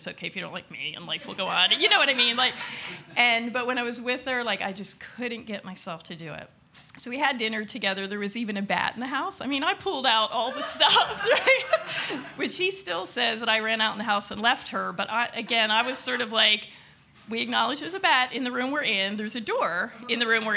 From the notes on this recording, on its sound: Our monthly open mic storytelling events in York, Pennsylvania. Eight storytellers shared their stories with our audience at Archetype Pizza in downtown York.